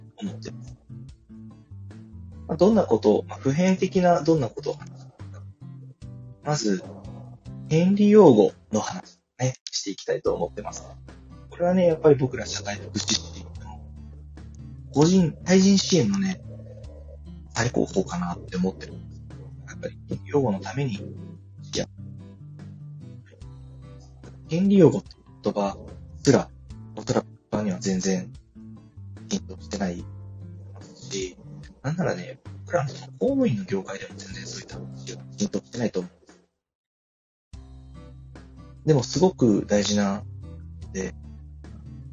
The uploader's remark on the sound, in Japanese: 思いつきではありますが初LIVEやってみました。聞き返すと音質超悪い… マイク検討します！Stand.fm。